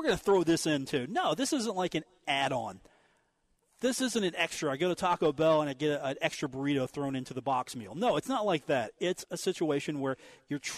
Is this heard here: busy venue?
yes